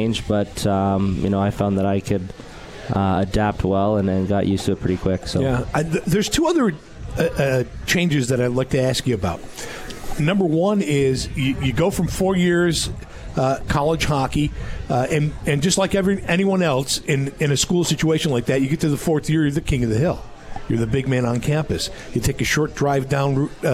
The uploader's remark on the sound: Live from Swifty's